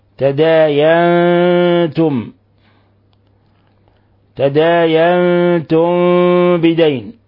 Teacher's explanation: نون ساكنة جاء بعدها حرف التاء، الحكم التجويدي إخفاء حقيقي